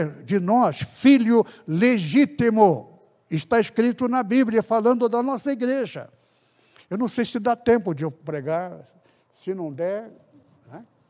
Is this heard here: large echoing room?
yes